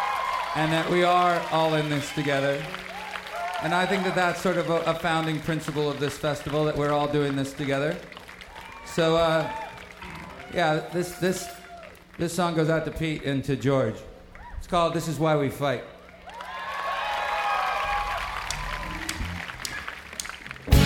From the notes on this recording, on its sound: live at the 2011 Newport Folk Festival in Newport, R.